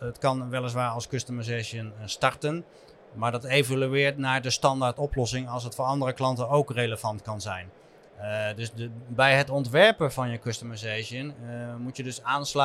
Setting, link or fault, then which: setting, busy venue